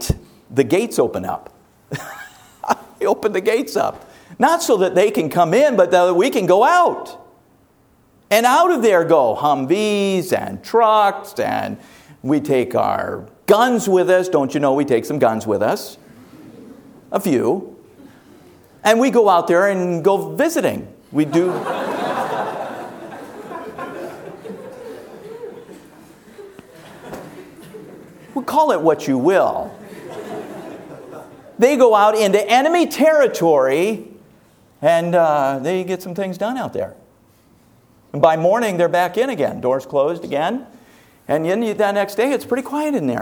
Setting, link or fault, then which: setting, large echoing room